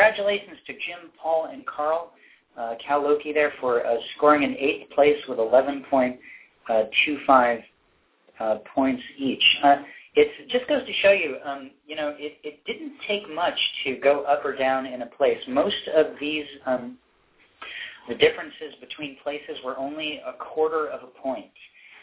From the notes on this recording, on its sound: In this live broadcast! Called in live to read their poems.